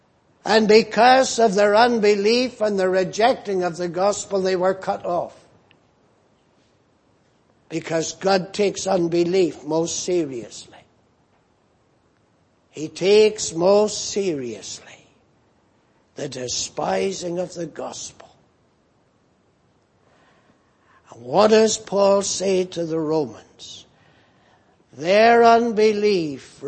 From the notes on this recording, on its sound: at the Lord's Day Morning service on 17th June, 2018